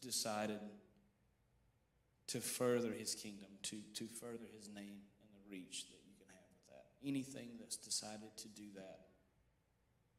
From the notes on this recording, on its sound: Sermon audio from Mission Church in Locust, NC.